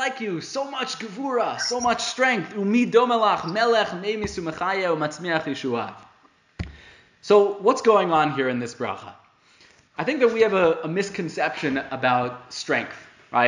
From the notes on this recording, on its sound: This series was delivered over Zoom. The episodes are only audio, without video.